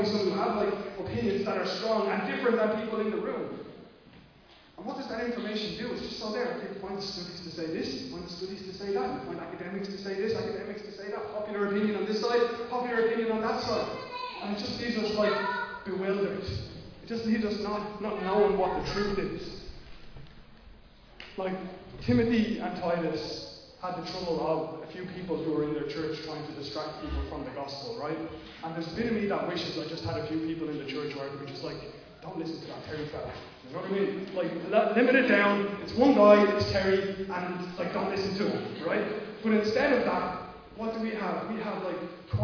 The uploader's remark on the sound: Recorded live at Liberty Church on 12th July 2020